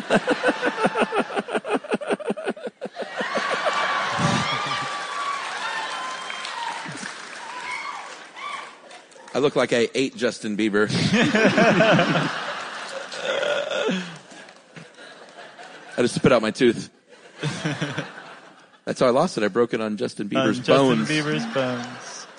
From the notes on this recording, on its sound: live from Seattle